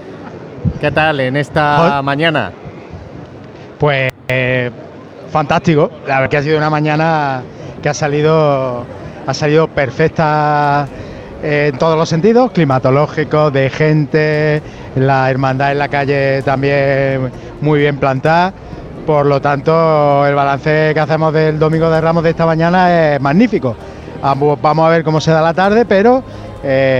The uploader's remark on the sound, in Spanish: Retransmisión en directo del Domingo de Ramos en Jaén en el año 2023. Procesión de la Hermandad de Salud y Paz (Borriquilla) desde su salida hasta el paso por carrera oficial.